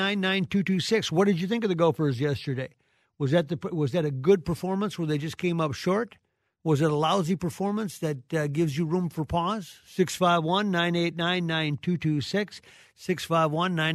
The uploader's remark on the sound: opens up the phone lines